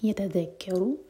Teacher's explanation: ذال کے لیے زبان اوپر والے دانت پر ٹچ کرے گی اور تھوڑی سی ٹپ باہر ہوگی